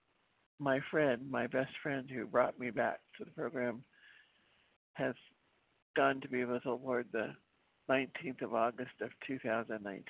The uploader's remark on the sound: 100 Pounders Phone Meeting